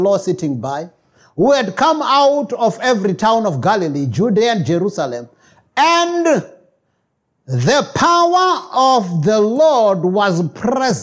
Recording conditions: large echoing room